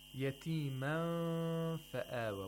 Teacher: Okay, we have a nun sakina followed by the letter fa. And so we have to approximate the place of articulation of fa and at the same time make a nasal sound. Ghunna for two vowel counts. · Term: ikhfa of nun sakina